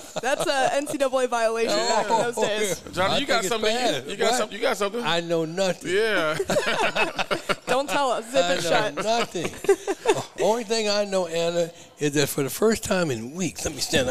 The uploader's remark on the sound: Live at Hurrdat Sports Bar & Grill